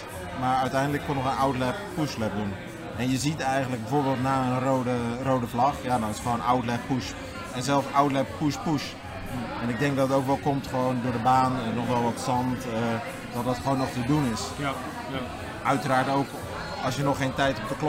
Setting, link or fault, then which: setting, busy venue